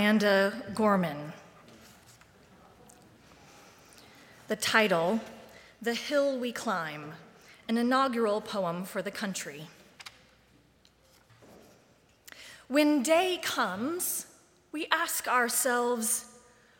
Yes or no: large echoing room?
yes